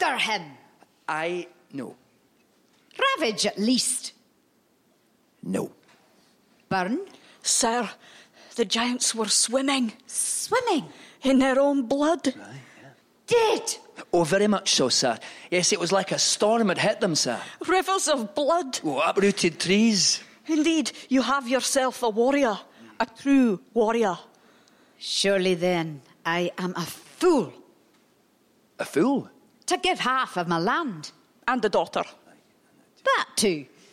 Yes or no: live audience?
yes